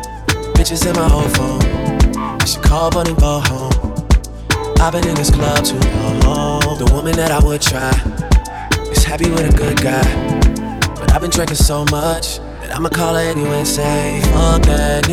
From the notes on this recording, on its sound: Out For The Night is a series that I record live at my gigs. This set is from Lecue Lounge.